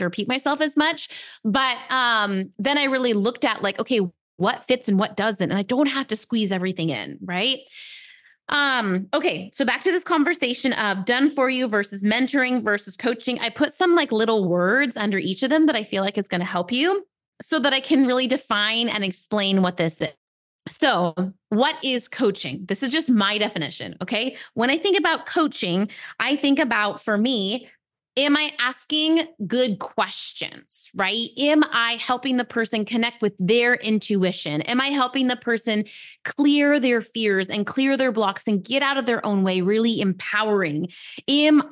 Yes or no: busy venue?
no